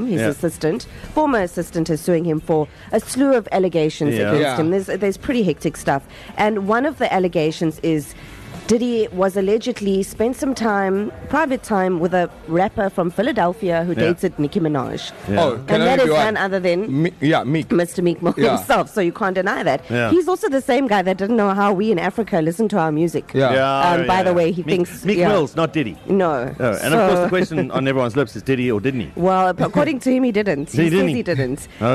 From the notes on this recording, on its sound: It's a leap year birthday bash at Spur. The East Coast Breakfast team are broadcasting LIVE from Spur Sibaya on the extra day of the year.